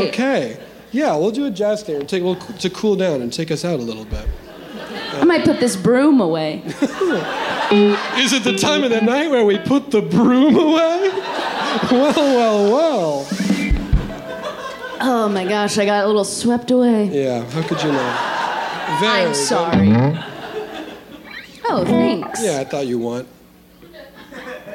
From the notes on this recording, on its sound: The following was recorded live at the Bourbon Room in Los Angeles as part of the Netflix is a Joke festival in 2022.